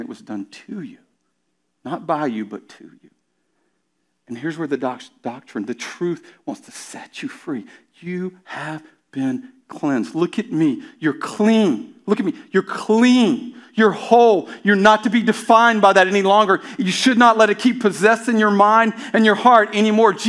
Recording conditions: large echoing room